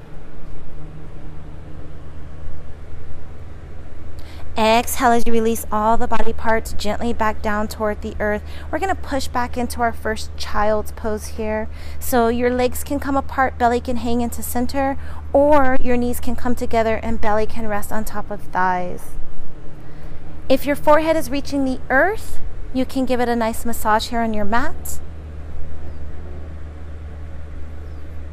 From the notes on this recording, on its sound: Today, we are live from sunny Las Vegas! Enjoying the great outdoors and practicing a much needed therapy session - on self!